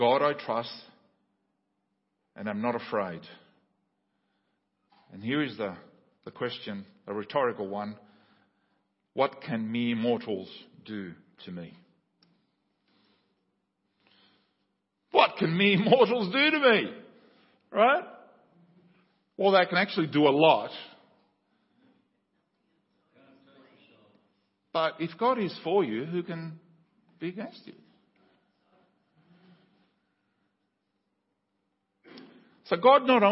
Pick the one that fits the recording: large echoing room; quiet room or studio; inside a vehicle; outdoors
large echoing room